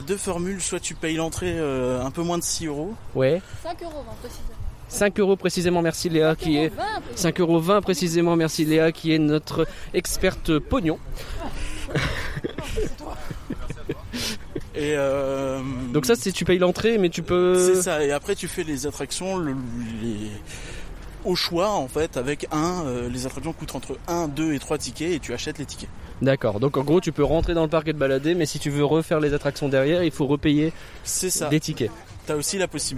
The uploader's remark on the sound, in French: Reportage DEPUIS le Jardin d'Acclimatation, découverte du parc DANS Paris !